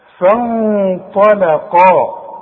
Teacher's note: فن نون ساكنه وبعدها طاء والطاء من حروف الإخفاء إذا حظن وأخفي